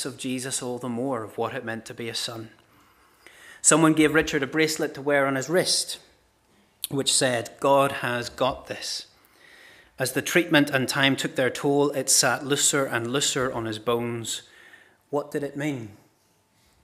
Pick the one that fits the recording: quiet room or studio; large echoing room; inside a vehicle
large echoing room